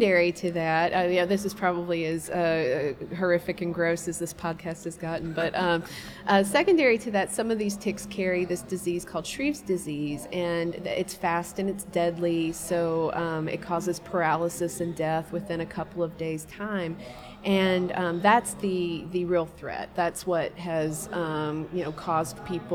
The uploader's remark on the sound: Recording at the 36th Annual Kentucky Book Fair